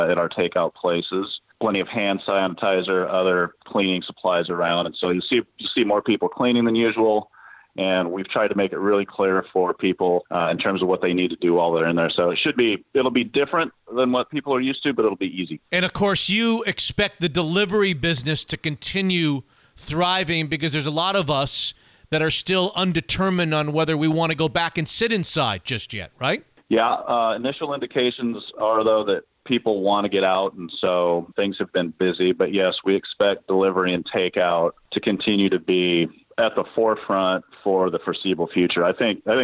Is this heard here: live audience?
no